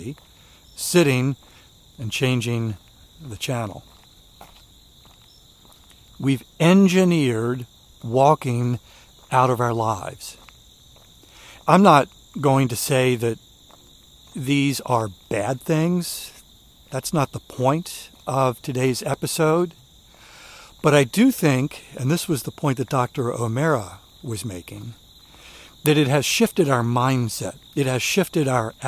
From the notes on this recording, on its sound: During today's ten-minute walk.